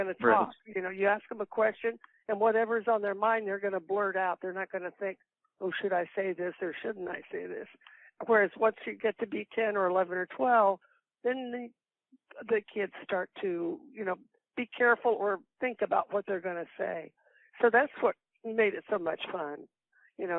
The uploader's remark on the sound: A Phone Call